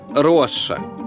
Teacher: В северо-восточных окающих говорах еще можно иногда встретить твердое произношение «ща», близкое к долгому «ш»